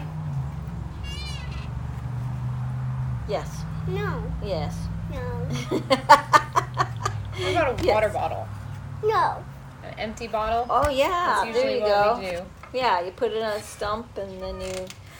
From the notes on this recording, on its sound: My microphone is still broken so enjoy the background noise